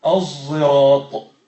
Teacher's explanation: صاد ولكن فيها صوت الزاي · Term: الإشمام